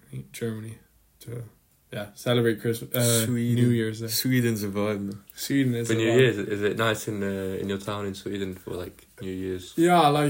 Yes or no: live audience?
no